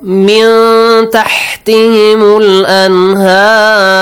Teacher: You hide the sound of Nun here, because you have a ta after that.